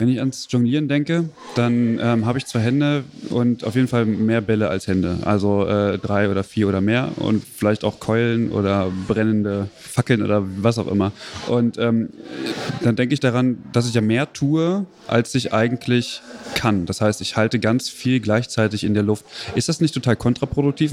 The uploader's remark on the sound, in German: Live vom Spotlight Pflege